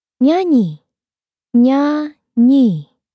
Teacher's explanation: Do you feel the middle of your tongue touching the roof of your mouth? · Term: palatal nasal